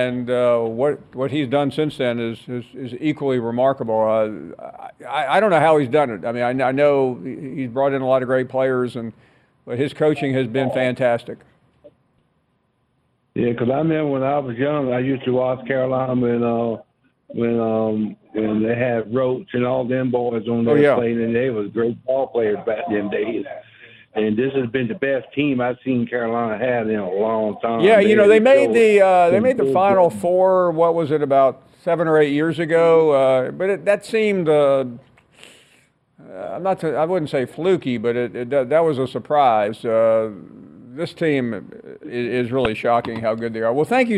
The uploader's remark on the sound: we continue with more of your phone calls